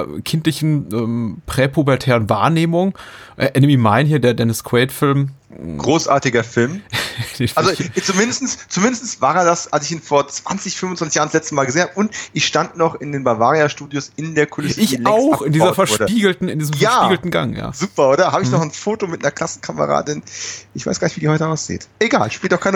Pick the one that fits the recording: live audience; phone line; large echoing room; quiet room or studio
quiet room or studio